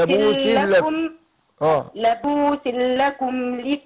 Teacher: أقول لبوس ادغام بغير غنى